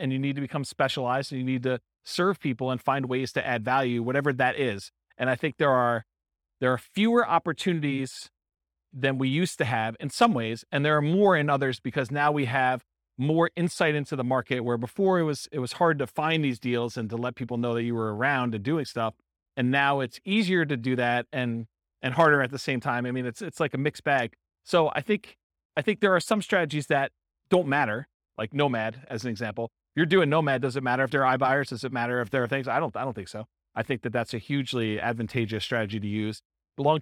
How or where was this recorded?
live audience